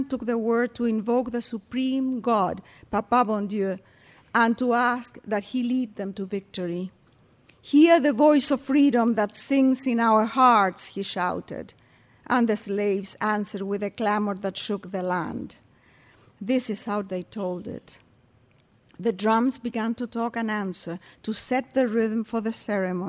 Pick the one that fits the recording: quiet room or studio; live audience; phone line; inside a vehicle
live audience